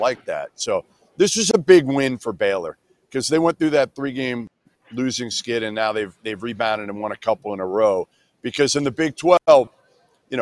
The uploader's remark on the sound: LIVE from Rupp Arena, Chapel Hill, AND Phog Allen! LIVE from arenas around the country.